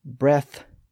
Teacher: The nouns end in a voiceless TH sound, and the verbs end in a voiced TH sound.